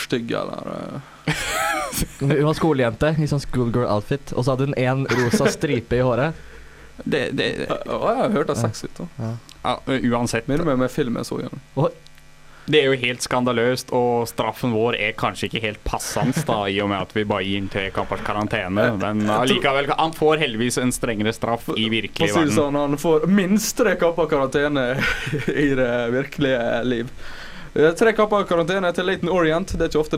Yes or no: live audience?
no